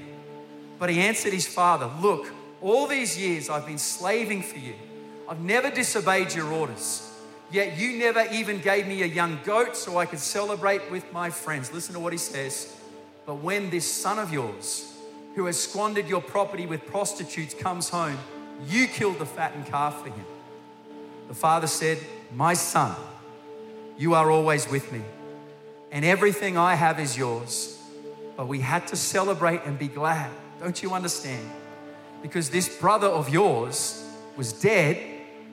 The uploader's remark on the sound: Recorded during our 9am service